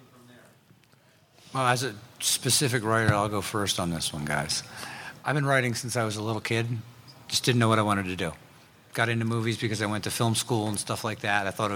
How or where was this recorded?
busy venue